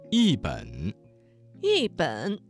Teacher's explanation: 一本这个词当中的一字在3声之前变成了4声 · Term: 语流音变